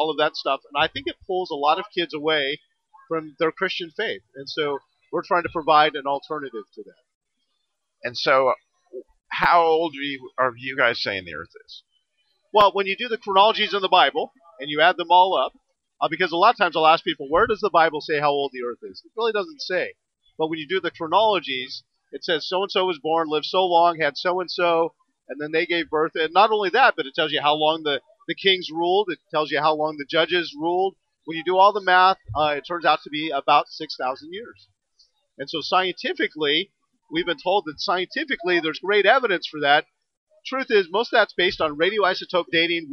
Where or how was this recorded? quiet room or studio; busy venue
busy venue